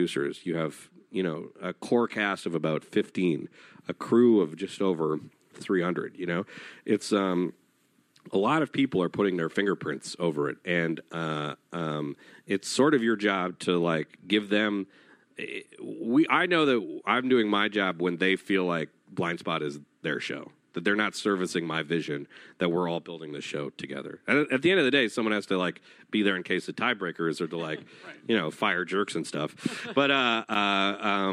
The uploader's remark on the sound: Recorded at EW Popfest in Los Angeles, CA on October 29, 2016.